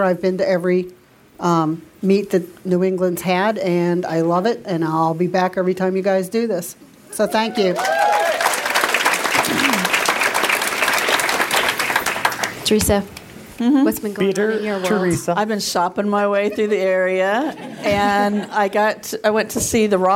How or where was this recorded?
live audience